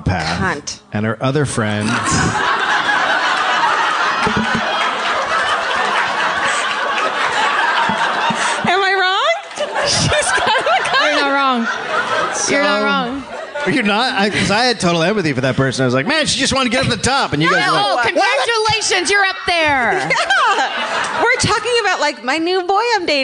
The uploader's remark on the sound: Live from LA Podcast Festival. It's the first ever live My Favorite Murder broadcast from the LA Podcast Festival.